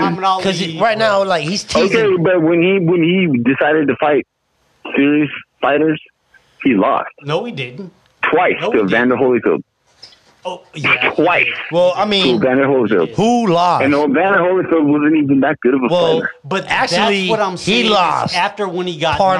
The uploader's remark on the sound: phone call 2 Phoenix Arizona